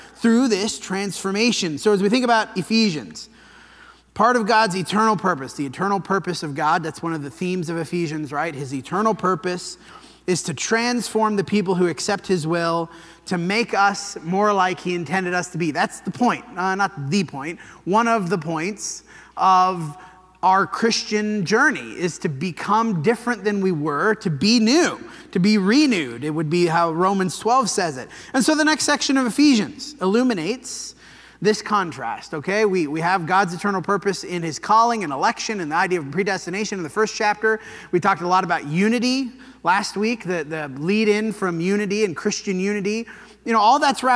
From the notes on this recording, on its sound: This sermon was preached at the Dewey Church